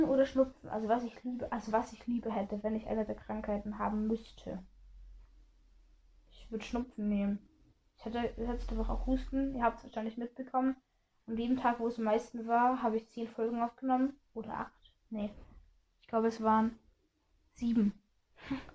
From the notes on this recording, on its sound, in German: Sorry wegen der kack ton Qualität.